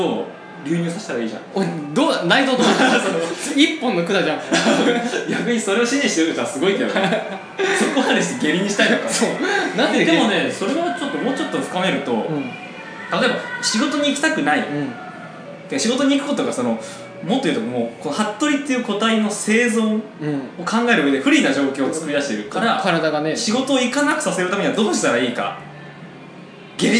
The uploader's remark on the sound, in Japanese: カラオケで録音したので若干後ろがうるさいかもしれませんがあしからず。